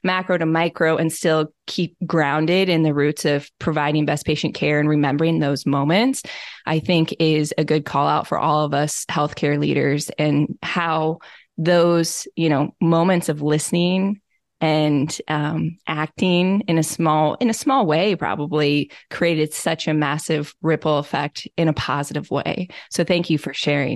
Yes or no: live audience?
no